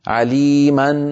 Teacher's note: هو التعويض عن تنوين النصب حالة الوقف بألف تمد بمقدار حركتين، ويلحق هذا المد بالمد الطبيعي. · Term: مد العوض